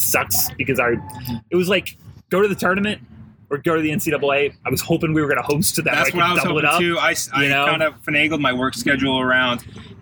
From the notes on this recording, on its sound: recording from The Sail Pavillion in beautiful downtown Tampa